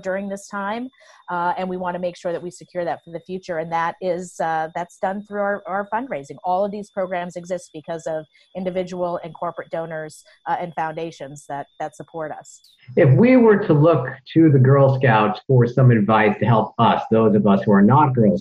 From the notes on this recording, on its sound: Talked with her via Zoom.